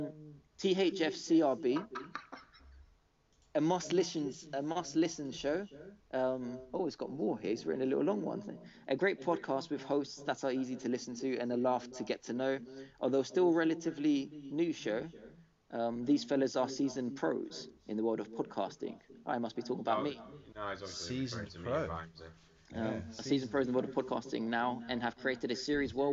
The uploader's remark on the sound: Only let down by some audio echo I'm afraid.